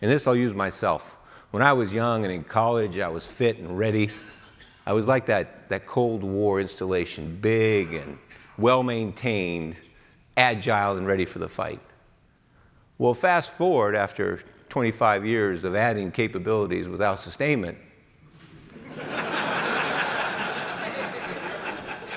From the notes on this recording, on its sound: AFIMSC Commander delivers the keynote speech at the 2019 SAME-IFMA Workshop.